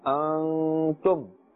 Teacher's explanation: That sound, that pulling sound or that sound of elongation must take place and emanate from the nose area, the nasal area · Term: Hunna